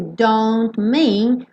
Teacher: Então, aqui também nesse don't mean, você vê esse T sumindo. E aí, o N do don't já junta com o M do mean.